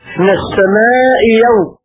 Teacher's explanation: والمفتوحة بعد كسر تبذل ياء لكسر ما قبلها